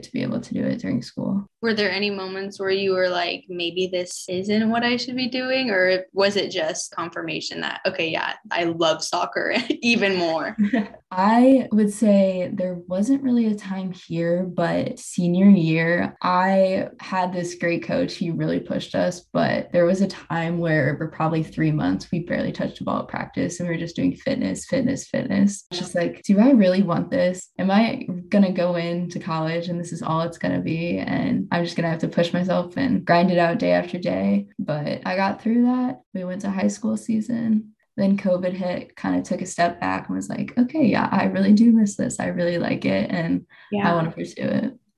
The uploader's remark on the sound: Due to social distancing measures, this interview was recorded via Zoom. Audio quality may be affected.